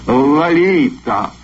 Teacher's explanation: А теперь по-русски. Первый слог имени звучит скорее как «а», чем «о», а остальное похоже на испанский.